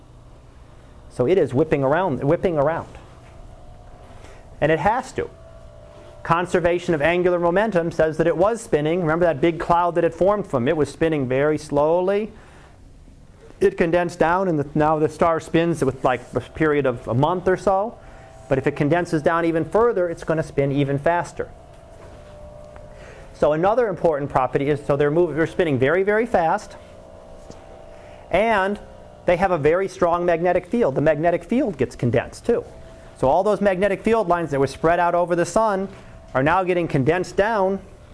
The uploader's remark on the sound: Live Class Lecture